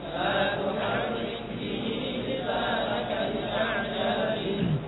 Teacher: راء di situ dibaca tipis karena berharokat kasrah